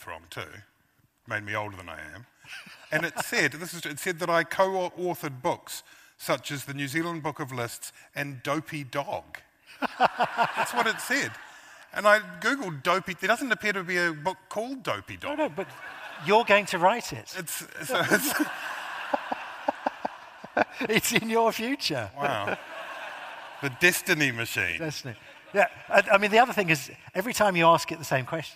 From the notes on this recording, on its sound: a highlight from the 2023 Auckland Writers Festival